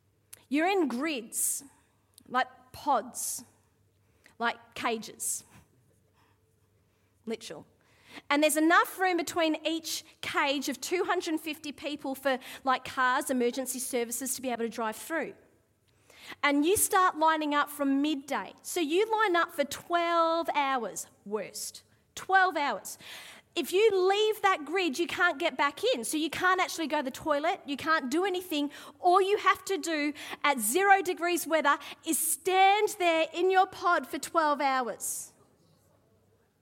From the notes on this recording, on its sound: Live at Echo Church Melbourne